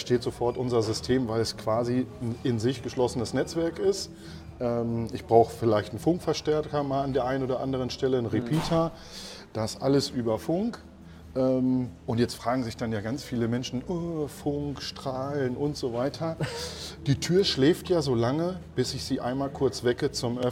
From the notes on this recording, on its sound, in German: live auf dem Jahreskongress temporäres Wohnen in Berlin